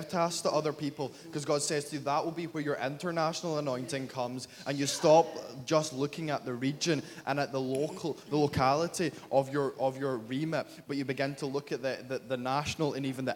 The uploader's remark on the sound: Glasgow Prophetic Centre. Recorded at the Speakers Of Life conference.